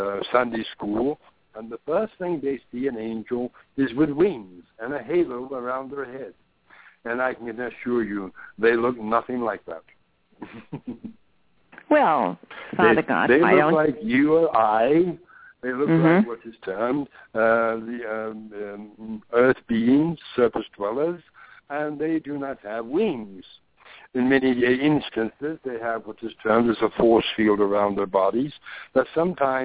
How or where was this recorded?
phone line